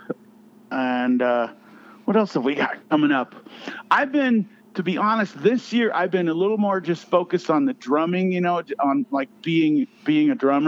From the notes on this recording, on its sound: on the phone